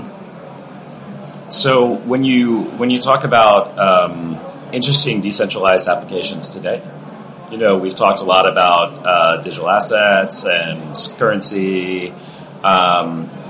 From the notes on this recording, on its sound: This week, we're sharing another conversation from our series of interviews at the Web Summit conference last year.